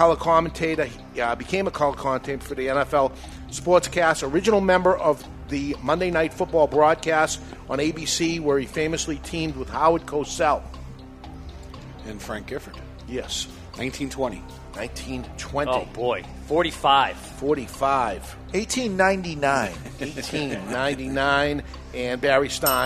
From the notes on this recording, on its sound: Broadcasting live from Two Guys Smoke Shop.